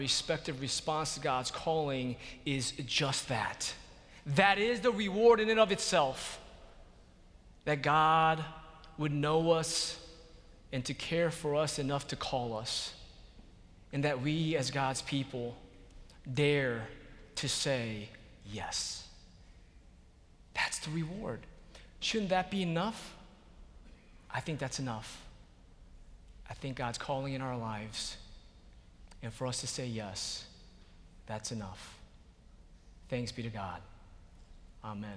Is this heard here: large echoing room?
yes